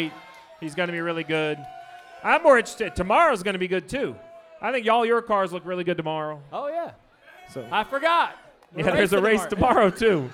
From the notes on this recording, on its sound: Live from Ole Red on Broadway in Nashville.